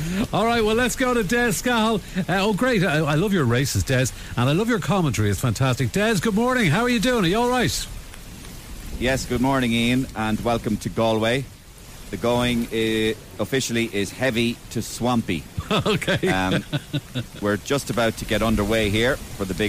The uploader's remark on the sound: Handicap Hurdle at the wet and windy Galway Races.